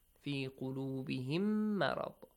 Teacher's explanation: We joined them, idgham, with ghunna. So, two counts.